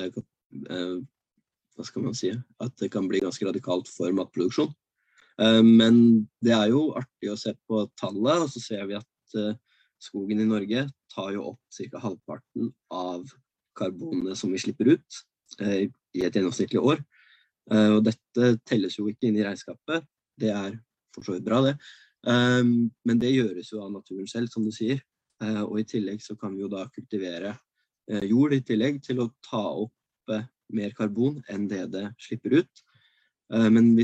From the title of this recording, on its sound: Live Zoom